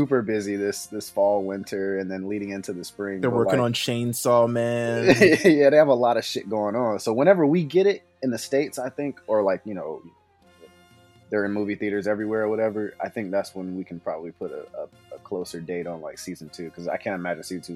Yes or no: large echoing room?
no